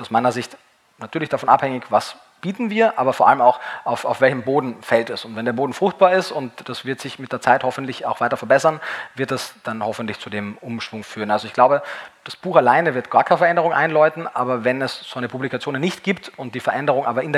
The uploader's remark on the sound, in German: auf der VeggieWorld in Hamburg aufgezeichnet.